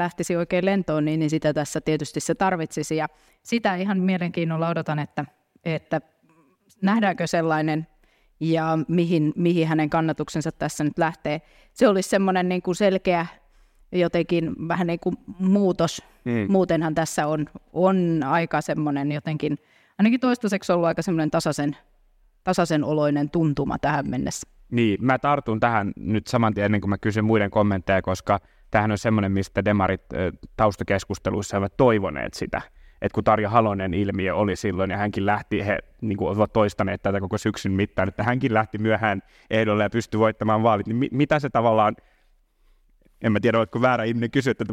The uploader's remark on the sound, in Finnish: Podcast on nauhoitettu Suomen uusi suunta -tapahtumassa Tiedekulmassa